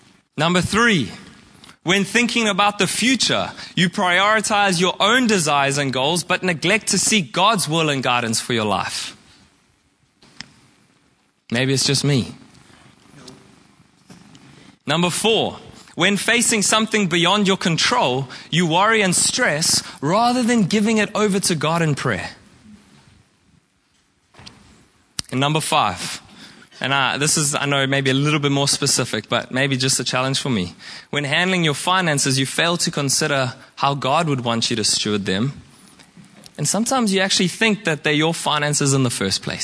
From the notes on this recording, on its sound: Preached at Horsham Downs on 14/05/2023